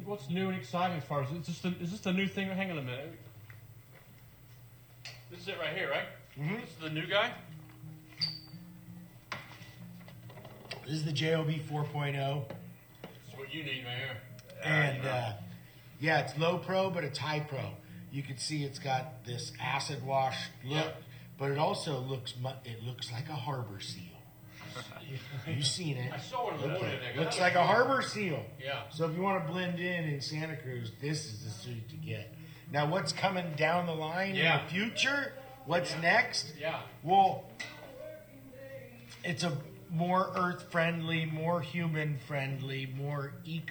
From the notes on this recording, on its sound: live from his surf show in Santa Cruz